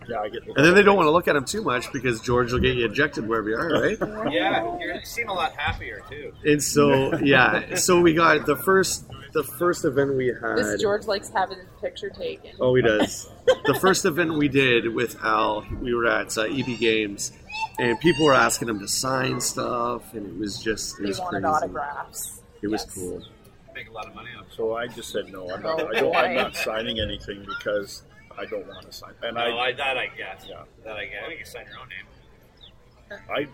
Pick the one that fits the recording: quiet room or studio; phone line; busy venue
busy venue